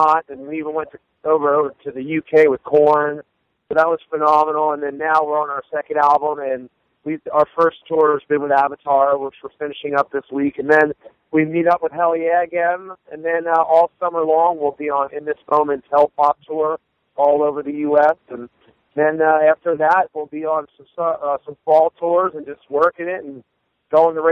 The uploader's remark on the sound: speaks on the phone